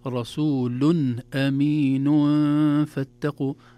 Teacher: النون أصبحت مخفاة وليست ظاهرة